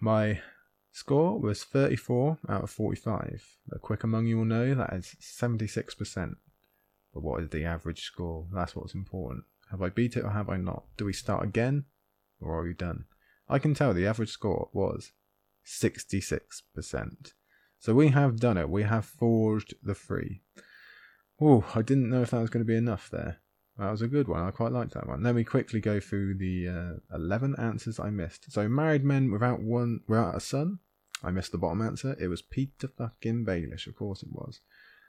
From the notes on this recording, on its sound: It's a mic check! Cos these aren't decent mics we're using. The Isle needs to check equipment, location, and whether I can remember how the hell you use Audacity.